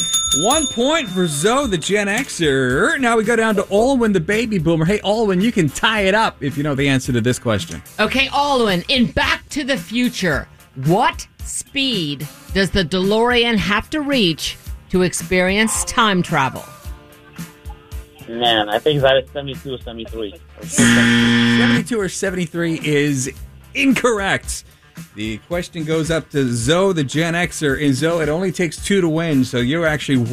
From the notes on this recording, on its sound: This is going to be one expensive phone call!